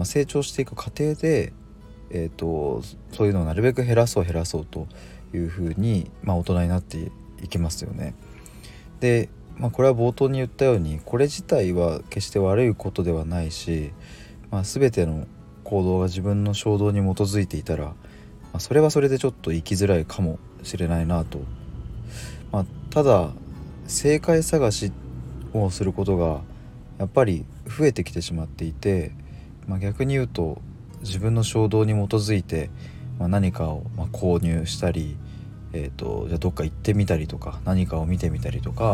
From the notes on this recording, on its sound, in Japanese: 今日は外からの放送なので若干雑音が入りすみません。Stand.fm。